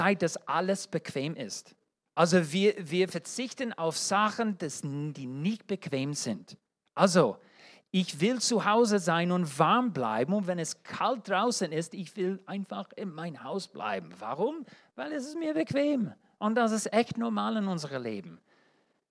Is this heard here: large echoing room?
yes